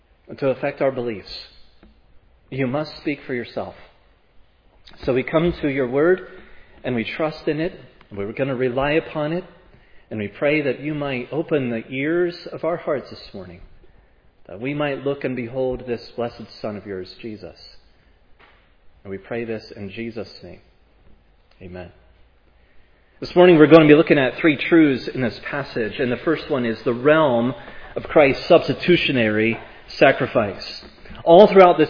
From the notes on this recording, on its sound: preached at Providence Church on Sunday, April 17, 2022